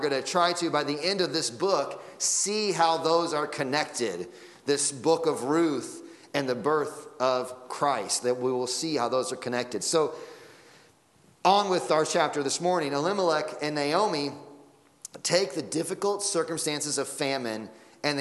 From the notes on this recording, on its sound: Sunday Morning Sermon Audio